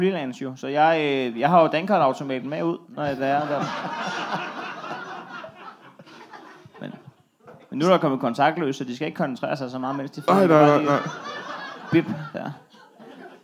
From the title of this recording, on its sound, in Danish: LIVE fra Præstø